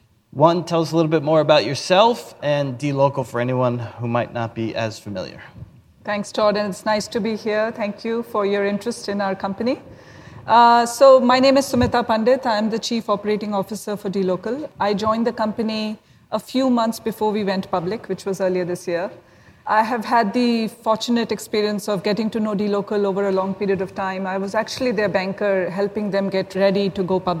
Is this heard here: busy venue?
yes